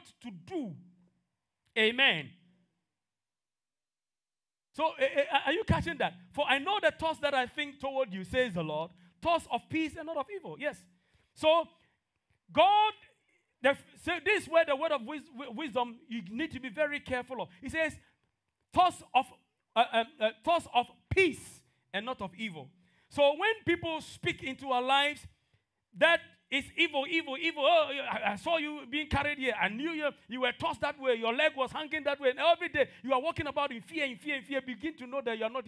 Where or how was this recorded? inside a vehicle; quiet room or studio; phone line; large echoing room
large echoing room